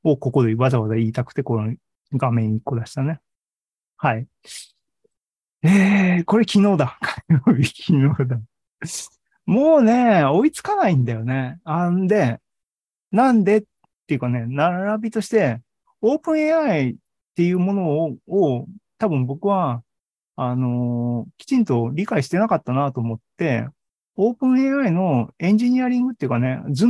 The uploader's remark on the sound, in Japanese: ２０２３年３月２９日に開催した ZOOMライブの模様です